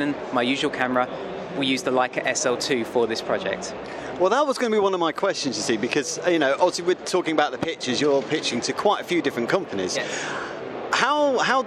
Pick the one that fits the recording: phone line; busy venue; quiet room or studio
busy venue